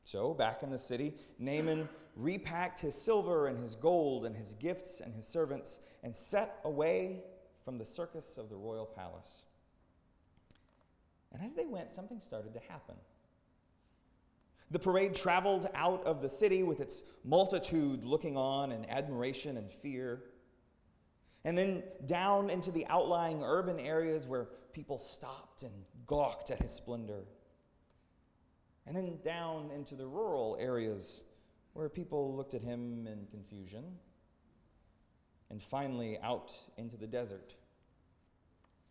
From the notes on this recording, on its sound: at Northminster Church on July 7, 2019